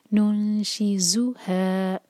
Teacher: نون شی زو ہے، اور شی ایک حرکہ، اس کے بعد ہے ز، اس کو زال کی طرح نہیں پڑھنا، یہ ہے ز، بزنگ ساؤنڈ آنا ضروری ہے